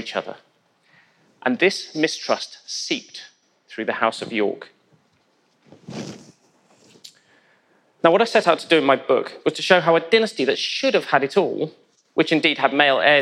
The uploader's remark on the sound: In a lecture he delivered at our 2019 BBC History Magazine History Weekend in Winchester